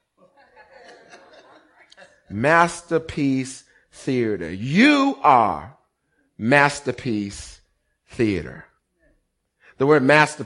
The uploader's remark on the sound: Recorded on 20160417 at the 08:30am Service